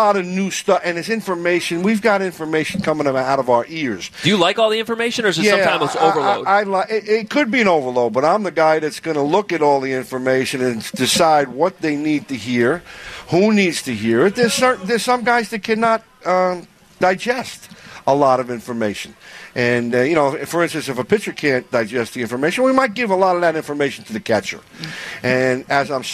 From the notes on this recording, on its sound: Live from SoxFest 2019.